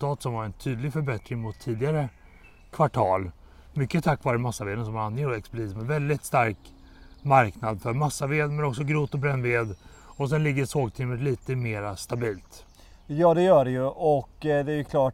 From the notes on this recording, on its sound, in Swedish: Nytt avsnitt av Virkesstudion är ute, denna gång inspelade i Vitsippsdalen vid Botaniska i Göteborg.